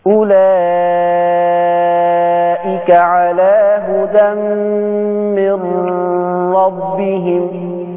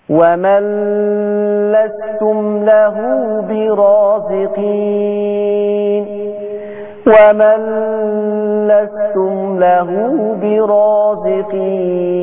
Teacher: يضغم النون الساكنة والتنوين في حرفي اللام والراء بغنة